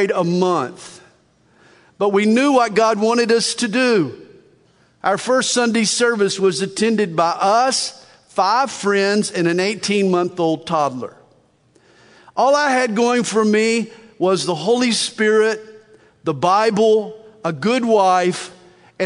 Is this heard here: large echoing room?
yes